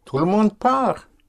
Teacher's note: You don't sound the consonant, the T.